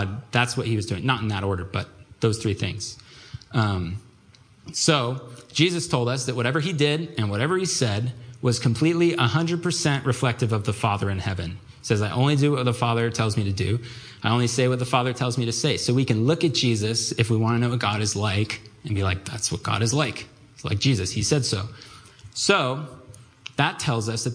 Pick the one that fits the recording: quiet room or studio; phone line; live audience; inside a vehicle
live audience